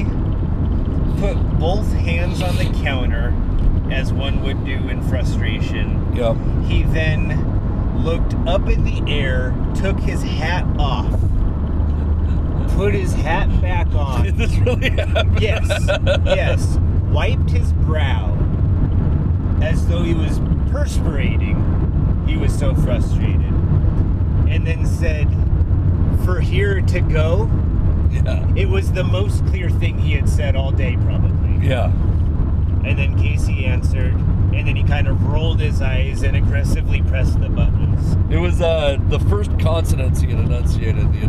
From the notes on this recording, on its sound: we recorded a podcast on the drive home